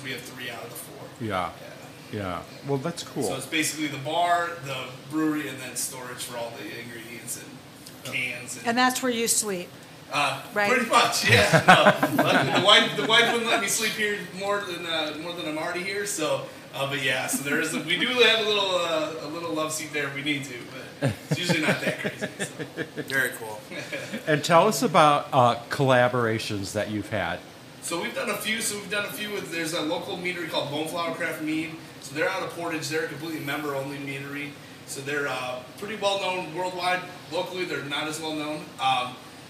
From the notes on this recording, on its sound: An Afternoon at Viking Artisan Ales. We sat down on location at Viking and sampled all of their brews!